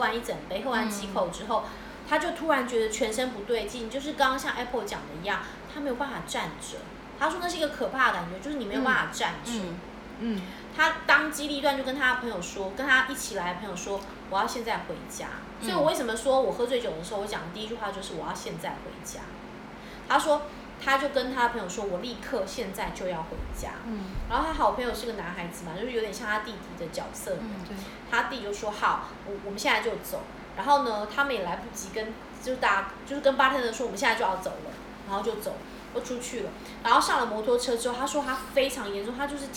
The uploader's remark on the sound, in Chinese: 喝酒那些事系列由於是試錄集，收音設備非常陽春，請海涵～。